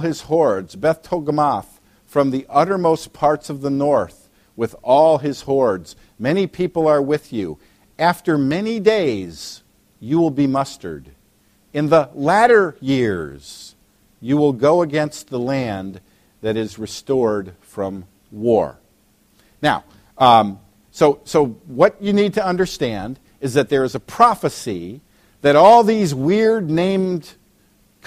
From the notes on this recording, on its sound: preached at Valleybrook Community Church meeting at Blackberrycreek Elementary School in Elburn, IL